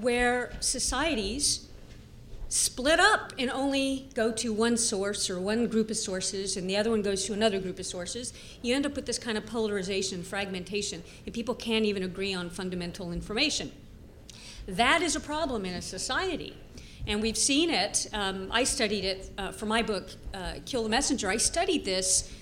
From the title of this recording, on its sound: Panel at #Media99 Summit